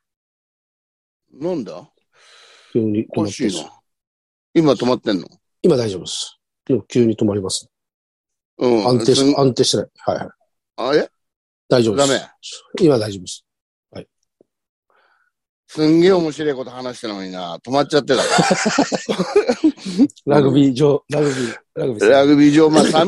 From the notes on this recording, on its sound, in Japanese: ZOOMで収録